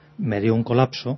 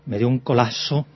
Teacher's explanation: O sea, ya directamente no pronunciamos la P. · Shown in: second take · Pronunciar una ja, una aspiración.